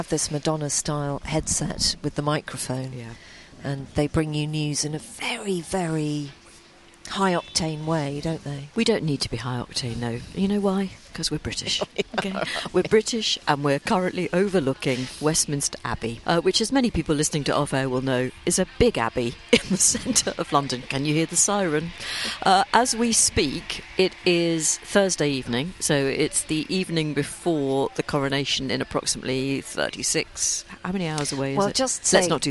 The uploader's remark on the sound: Come to you live from a balcony overlooking Westminster Abbey where the new king will soon be crowned…